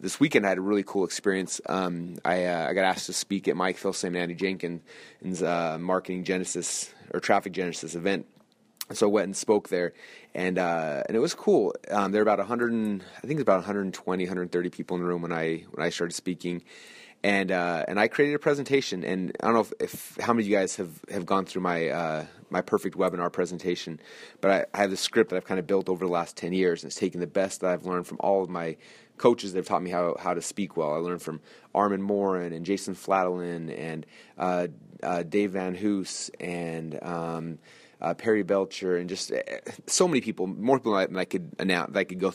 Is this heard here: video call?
no